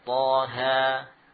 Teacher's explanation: Tabi'i harfi, mad tabi'i harfi, ya, mad tabi'i harfi. Jadi dibaca dengan seperti mad tabi'i, dua harakat tanpa hamzah.